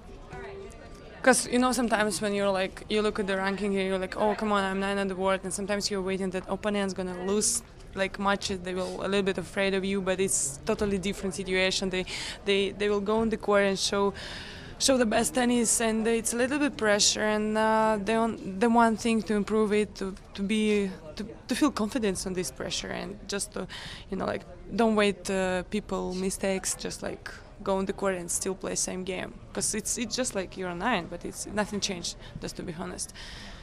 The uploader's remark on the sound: live at the BNP Paribas Open, staring down from Stadium 4 bleachers